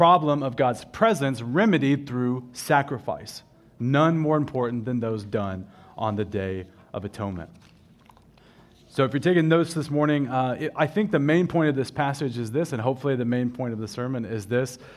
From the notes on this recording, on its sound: At River City Baptist Church, a new congregation in Richmond, Virginia.